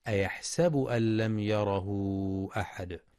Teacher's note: ينتبه القارئ لمد الصلة الكبرى في يره أحد